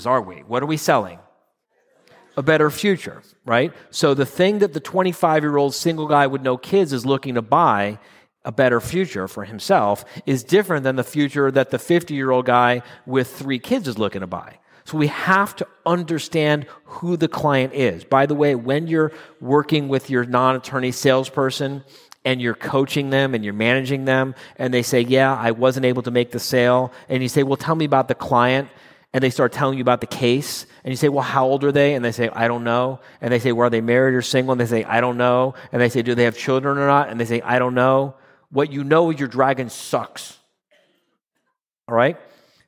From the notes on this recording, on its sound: 2022 live quarterly meeting in Phoenix.